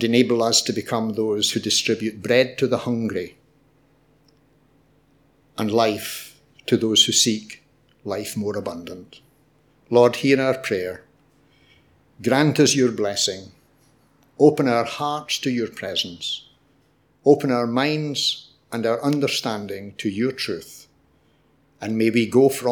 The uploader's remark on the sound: Audio podcast of morning service.